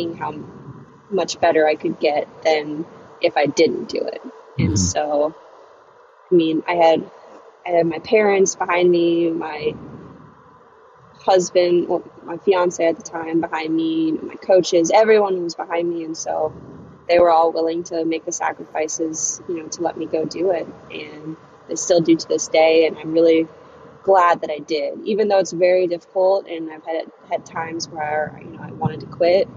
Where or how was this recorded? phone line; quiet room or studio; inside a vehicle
inside a vehicle